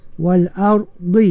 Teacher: Wal ardi, pastikan dha' tu tebal ya. Wal ardi, letakkan tepi lidah menyentuh gigi geraham ya.